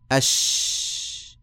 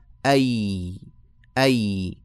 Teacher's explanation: وسط اللسان يخرج منه الجيم والشين والياء